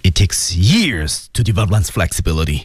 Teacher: 由于他强调他说的是真理，所以他用的是降调